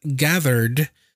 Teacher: For example, in trapped, which is a voiceless ending, it has a T ending, trapped, and gathered, she used a voiced ending, which is the D ending.